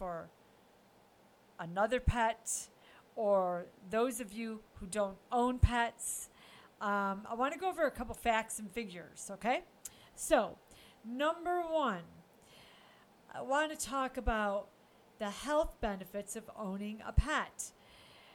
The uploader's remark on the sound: sound may be low on this one - sorry about that